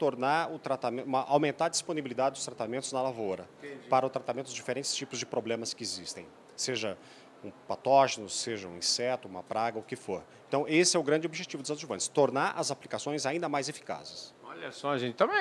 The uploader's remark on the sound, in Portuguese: gravada na Agrishow